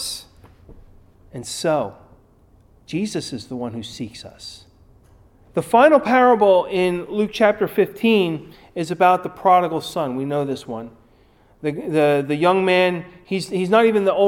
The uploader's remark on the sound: Recorded at Ebenezer UMC